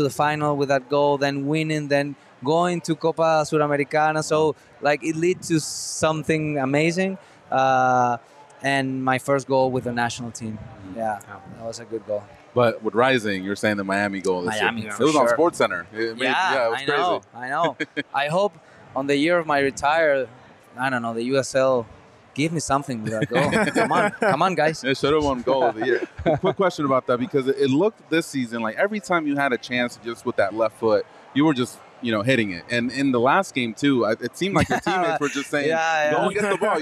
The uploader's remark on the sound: live from Four Peaks